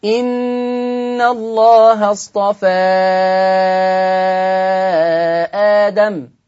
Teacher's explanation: إحنا عندنا اصطفى إن الله اصطفى آدم هذا المد مد منفصل منفصل في حفص عن عاصم يقرأ بمقدار أربع حركات عند ورش يقرأ بمقدار ست حركات